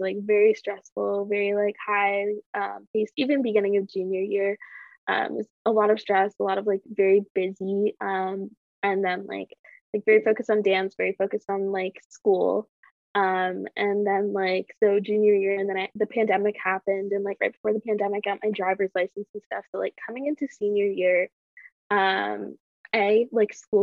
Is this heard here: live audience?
no